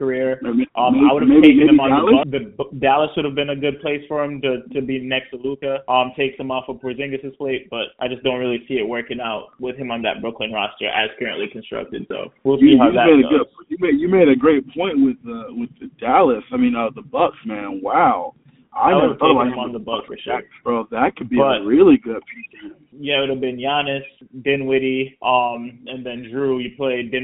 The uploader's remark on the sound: A snippet of a phone call